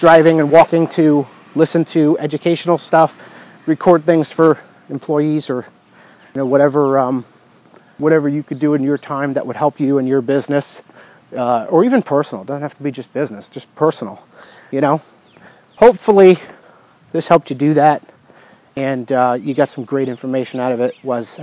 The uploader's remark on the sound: In this episode, I am walking outside, leveraging a chance to get fresh air and exercise, while recording a podcast. Dictamus – Used to record the episode (I later found that I could have increased the quality of the recording, oh well).